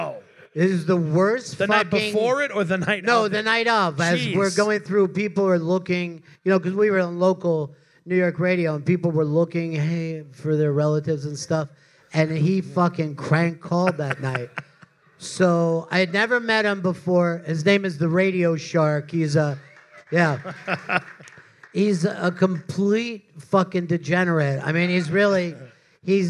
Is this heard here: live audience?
yes